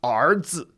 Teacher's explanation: r has its own individual syllable